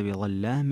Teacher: اللام هنا مغلظة، وهي في أصلها أنها مرققة · Term: تغليظ اللام